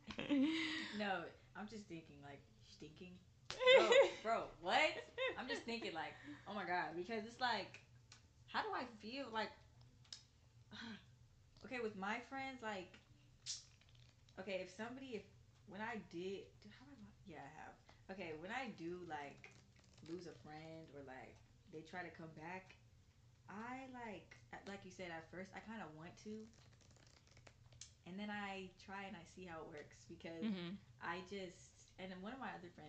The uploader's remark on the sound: Two girls, one mic. I have about four microphones but I could only use one to record both of us so excuse the inconsistent volume, we tried our best to make it work.